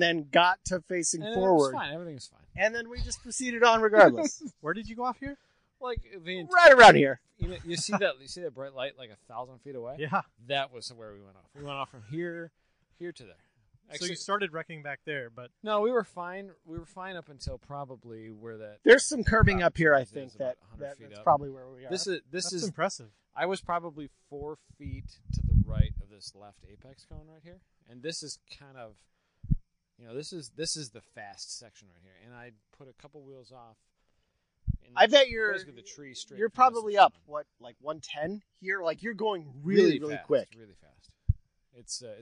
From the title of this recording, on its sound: Walking the track at Blackhawk